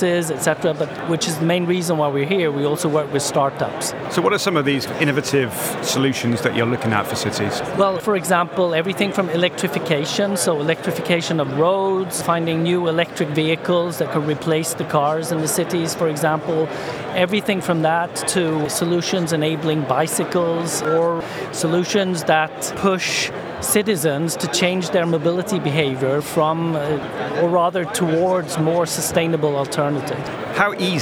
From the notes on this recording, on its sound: The final episode recorded at Slush in Helsinki, that we produced in partnership with Remote, the global HR platform, where we recorded a series of interviews from Remote's booth with a number of the speakers and attendees.